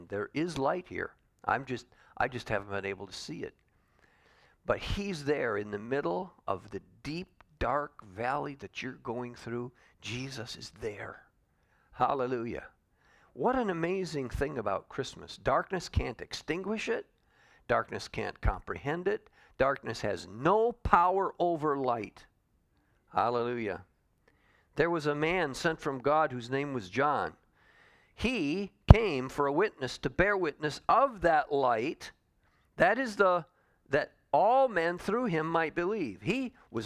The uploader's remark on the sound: Calvary Assembly of God live Stream